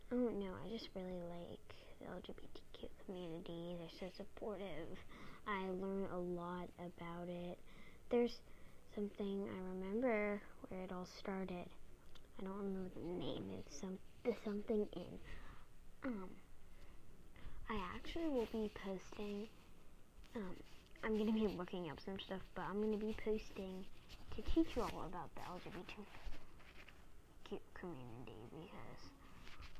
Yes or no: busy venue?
no